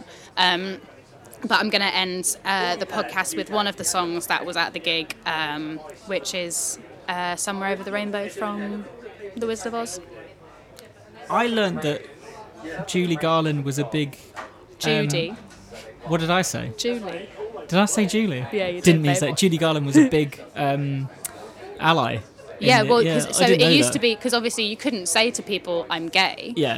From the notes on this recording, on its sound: drinking IPA in a pub in Surbiton